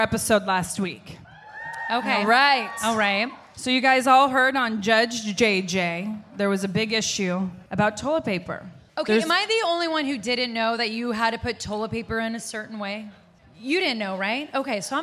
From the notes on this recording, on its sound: It was the first live Bellas Podcast of 2022